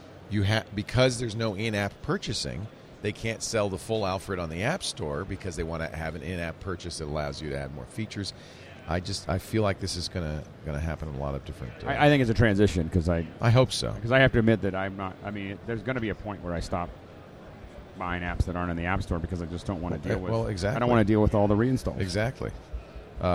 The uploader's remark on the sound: Live from NAB Show 2011